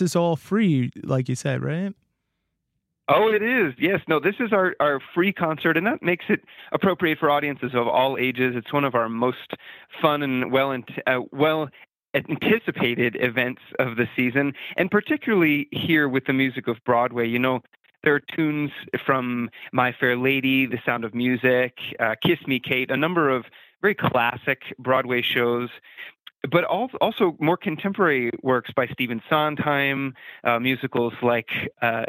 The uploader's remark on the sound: Chats over the phone.